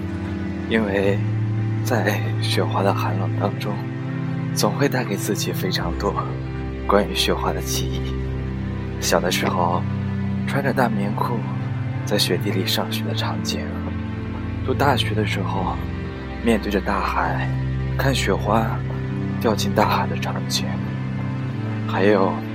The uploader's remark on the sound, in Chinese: 这是被雪花调戏了的声音。边走边录。